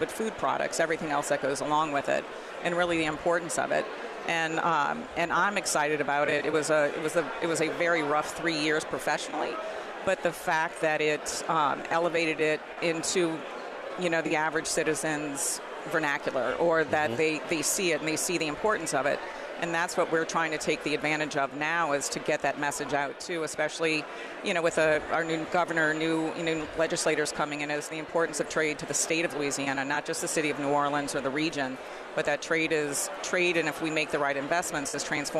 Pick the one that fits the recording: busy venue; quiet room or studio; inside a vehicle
busy venue